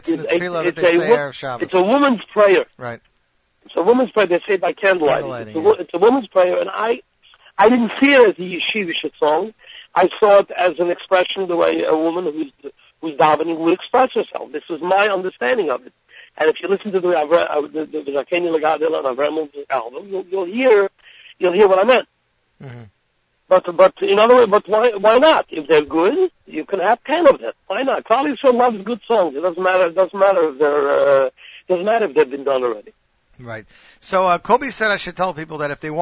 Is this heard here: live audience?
no